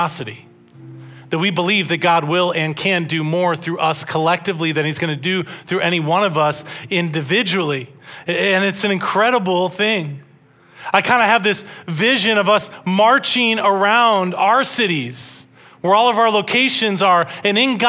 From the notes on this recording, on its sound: This message was originally preached at Highpoint Church on Sunday, March 19, 2023.